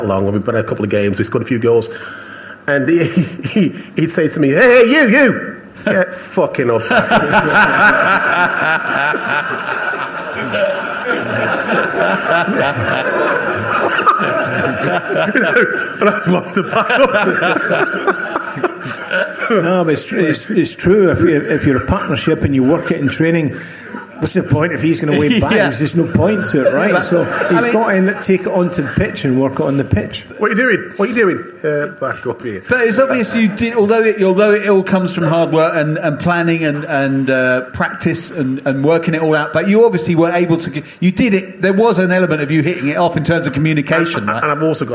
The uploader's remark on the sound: SpursShowLIVE. Live from the 100 Club on Londons Oxford St!